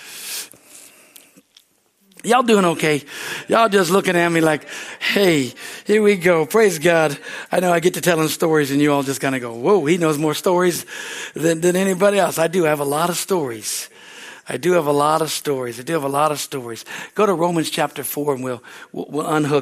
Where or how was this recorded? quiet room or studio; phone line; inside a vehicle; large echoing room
large echoing room